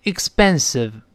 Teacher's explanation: 因为在 x 有一个 s 这个声音在作怪，所以后面重读时一般都会浊化，像 p 浊化成 b